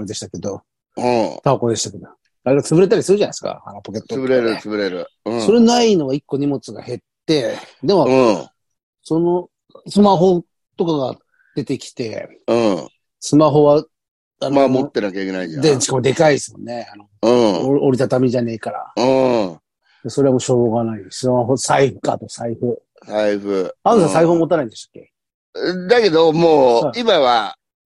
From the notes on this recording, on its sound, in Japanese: ZOOMで収録。